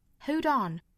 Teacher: 前面一个辅音 d 和后面 on on 连读变成了一个全新的音节